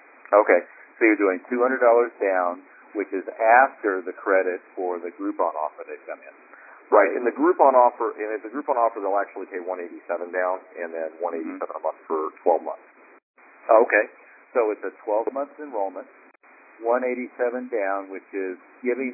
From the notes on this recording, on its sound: Maximum Impact Monthly Teleconference. Host a regular “Best Practices” conference call for all Maximum Impact Members and above.